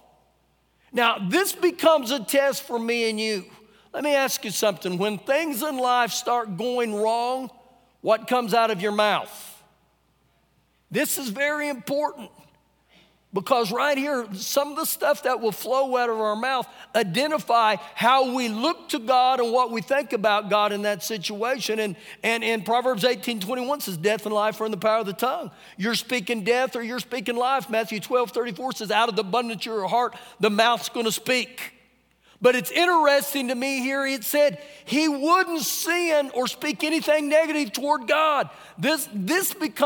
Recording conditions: large echoing room